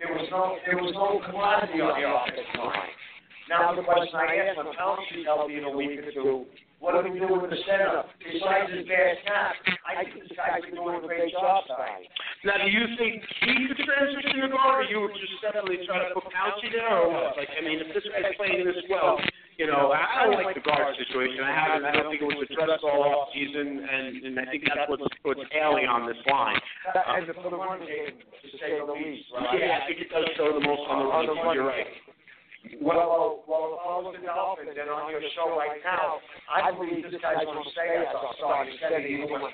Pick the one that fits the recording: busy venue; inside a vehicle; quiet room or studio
busy venue